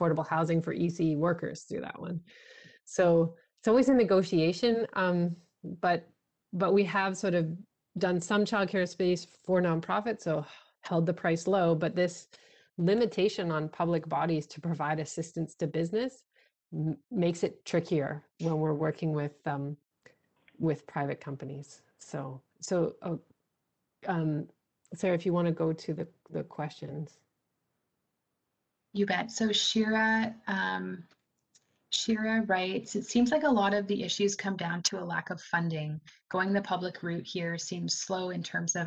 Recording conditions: video call